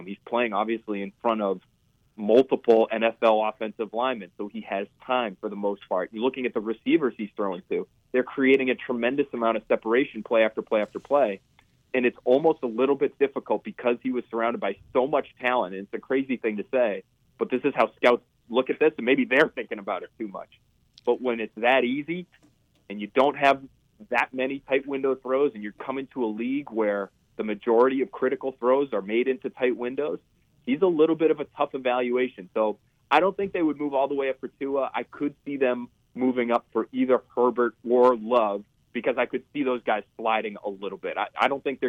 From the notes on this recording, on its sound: joined on the phone by NBC Sports Boston reporter